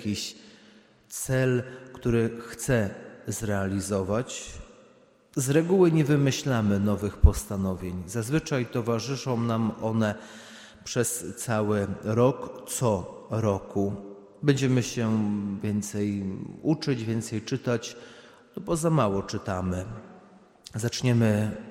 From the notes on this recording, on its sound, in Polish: Nagrania homilii i kazań wygłoszonych w parafii WNMP w Opolu Gosławicach